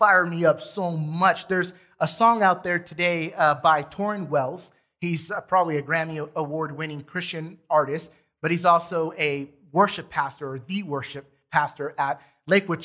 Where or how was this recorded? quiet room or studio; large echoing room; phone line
large echoing room